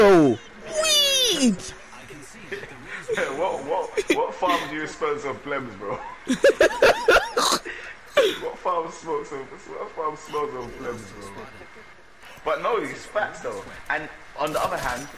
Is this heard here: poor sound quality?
yes